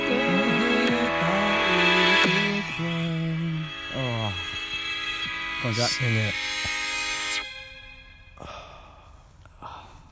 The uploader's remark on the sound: Live in caravan with all the bios.